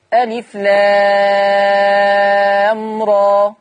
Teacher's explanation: المقطع لام لابد أن يمد بمقدار 6 حركات بمقدار الإشباع · ثم كلمة راء ليس فيها همز، بل راء تقرأ بمقدار 2 حركات وليس في آخرها همز